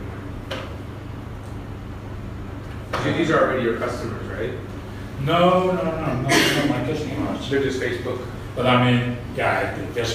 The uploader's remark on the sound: Live Workshop Inside The Entrepreneur House. This is an actual recording of a workshop at The Entrepreneur House ~ Chiang Mai.